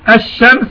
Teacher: فإذا جاءت اللام قبل أحد هذه الحروف فإنها تدغم فيها إدغاما كاملا ونقول عنه متقاربا. الشمس نقول اللام أدغمت في الشين